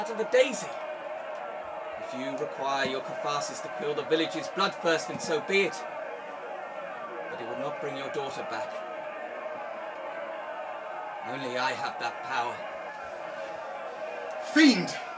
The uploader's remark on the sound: Performed and recorded live at the Hove Grown Arts festival. The ending was decided by vote by the audience.